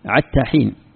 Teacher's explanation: إذا أرادوا أن يقولون حتى تطلع الشمس، حتى مطلع الفجر، حتى حين، يقولون عتى بالعين، يبدلون الحاء عينا